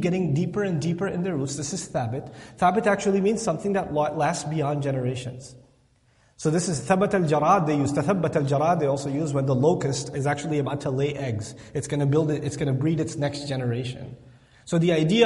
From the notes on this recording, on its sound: This Khutbah was recorded on March 25th, 2016 at the Islamic Center of Southlake.